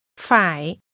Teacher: Phải is pronounced with a falling, rising tone.